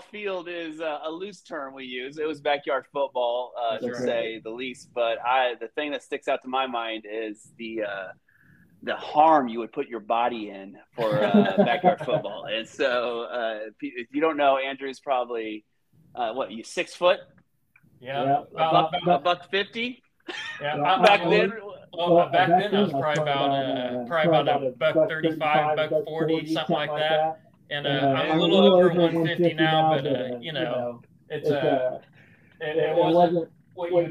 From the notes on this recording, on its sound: Audio will be fixed for future episodes